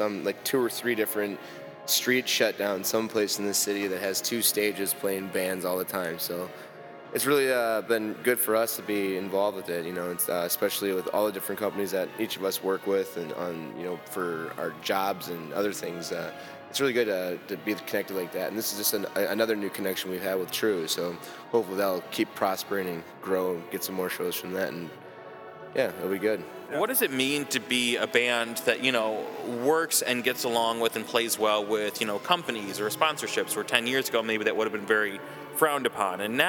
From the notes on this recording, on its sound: interview recorded at a Choose Chicago live event